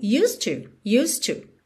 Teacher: Então já é para você treinar o seu ouvido aí, embora a gente não esteja na parte 3 ainda, mas tá tudo interligado, tudo conectado, que é o seguinte, used, o E é, não é pronunciado, ok? E o D, que é a consoante oclusiva, eu já ligo no T do to, então você ouve mesmo used to, used to, ok?